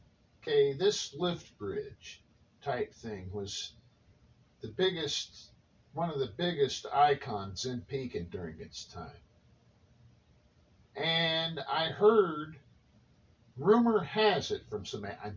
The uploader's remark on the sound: sound glitches do exist.